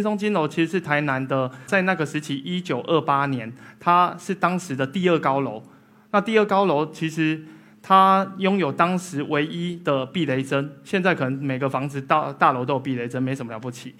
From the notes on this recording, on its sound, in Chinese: 一席现场